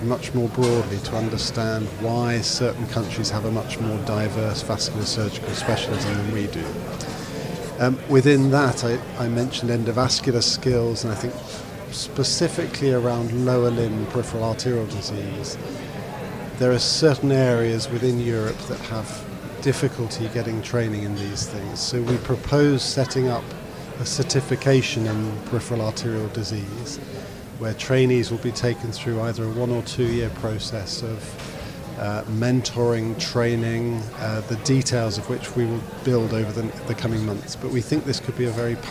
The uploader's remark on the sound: Live from the ESVS Annual Meeting held in Belfast in September 2023. This time at the Podcast Corner.